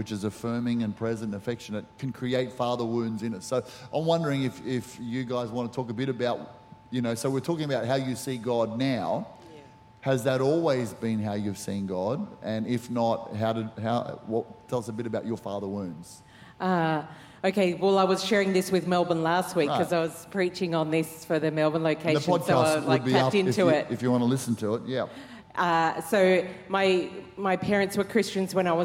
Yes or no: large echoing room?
yes